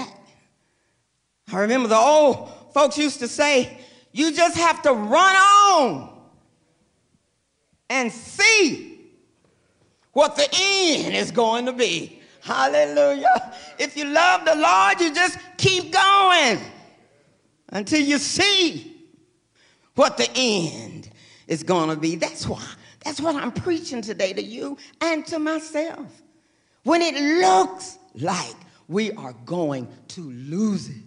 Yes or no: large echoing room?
yes